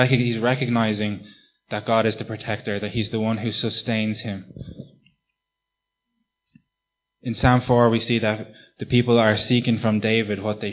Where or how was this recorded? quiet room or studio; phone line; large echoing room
large echoing room